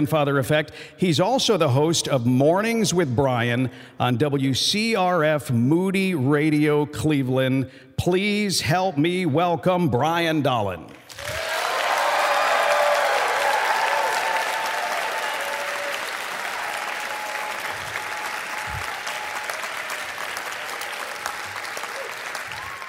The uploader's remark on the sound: In Chicago Illinois, some of The Grandfather Effect 's biggest fans and supporters gathered together for a LIVE event and podcast recording. At this event, they answer audience's most burning questions.